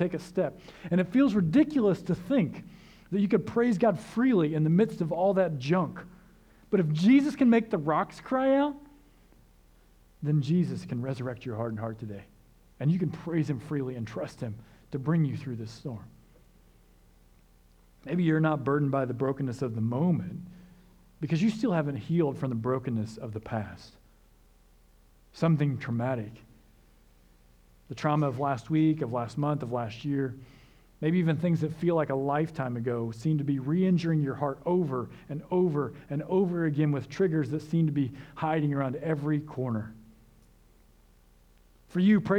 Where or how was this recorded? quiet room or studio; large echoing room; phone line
large echoing room